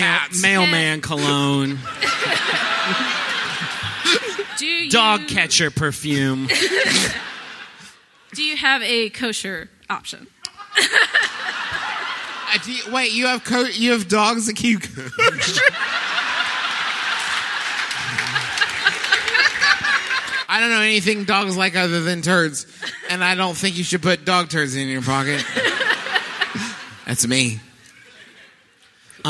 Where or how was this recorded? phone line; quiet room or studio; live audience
live audience